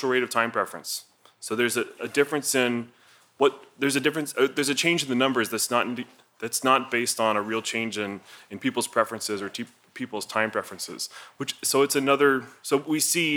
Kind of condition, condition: setting, large echoing room